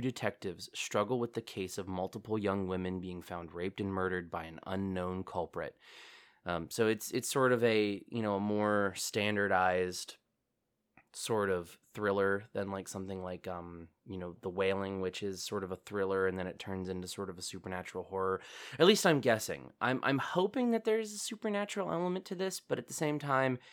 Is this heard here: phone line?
no